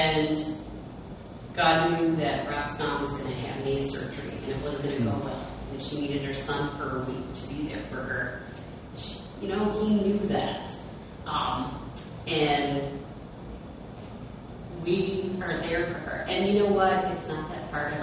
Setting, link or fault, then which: fault, poor sound quality